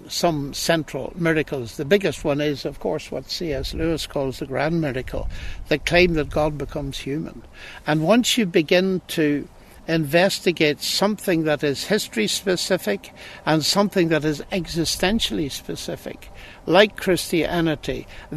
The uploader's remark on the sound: in the gardens of Green Templeton College